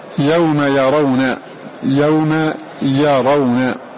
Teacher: ما كان لهم الخيرة عند كل، كما قال الله جل وعلا يوم يرون، يوم يرون، الياء هنا مفتوحة يرون، فالراء هنا مفخمة لأنها مفتوحة، فإذا لا موجب لترقيقها.